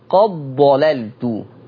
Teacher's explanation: أنا قايله إدغام دال قد في حرف الضاد